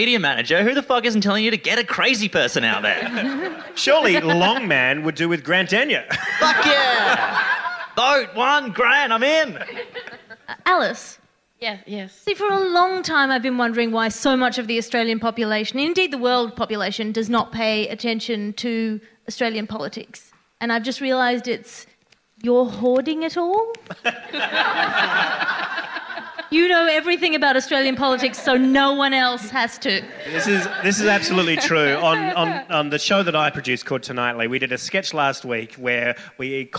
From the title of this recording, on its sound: A Rational Fear LIVE